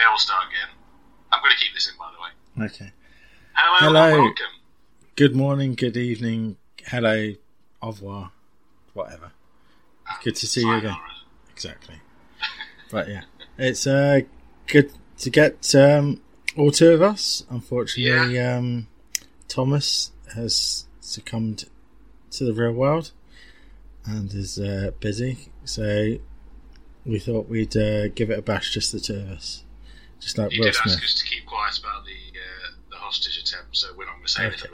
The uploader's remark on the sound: apologies for the audio issues